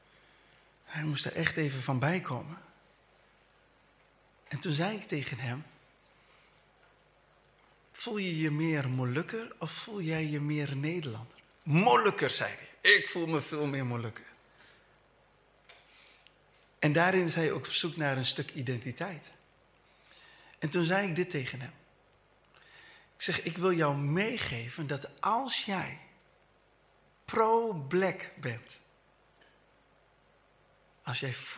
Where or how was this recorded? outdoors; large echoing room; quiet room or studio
large echoing room